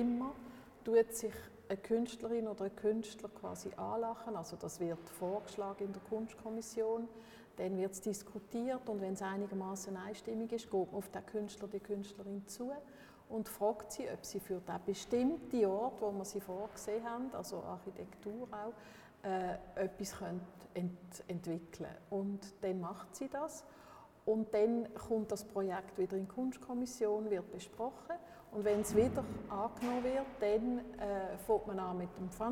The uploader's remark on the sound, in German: Audio-Spaziergang durch den HSG-Campus